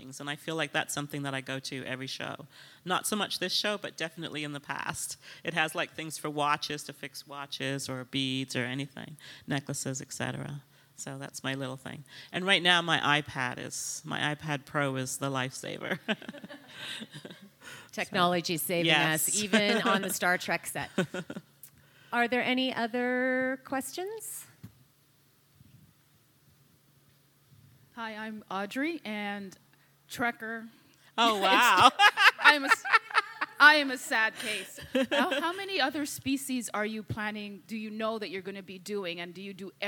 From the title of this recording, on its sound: LIVE at Toronto Fashion Week